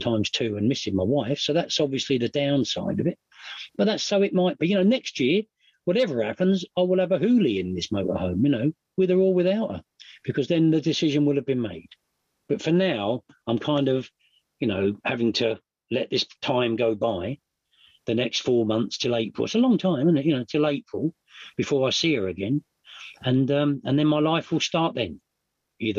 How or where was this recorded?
video call